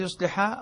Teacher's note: ضم الياء سكن الصاد احذف الألف وعدم التشديد وحذف الألف وكسر اللام